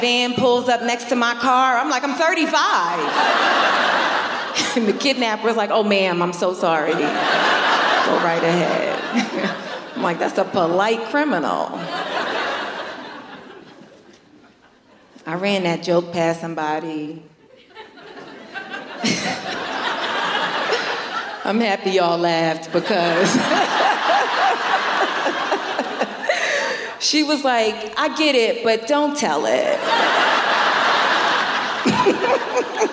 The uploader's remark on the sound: Recorded 12 January 2020 at Danforth Music Hall in Toronto.